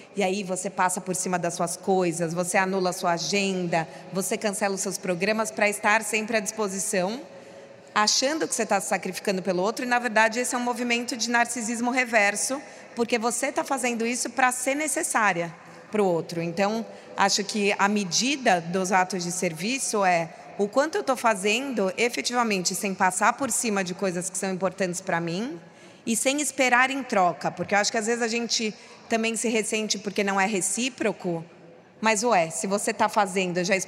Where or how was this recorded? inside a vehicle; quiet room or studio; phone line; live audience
live audience